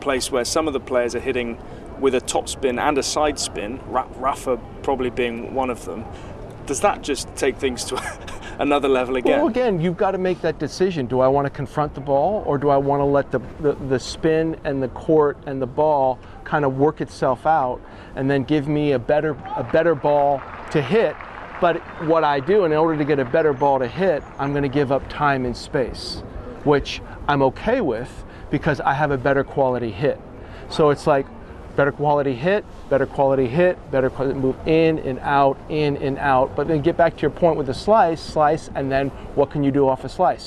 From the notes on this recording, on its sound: This interview was recorded during the 2022 Rolex Monte-Carlo Masters.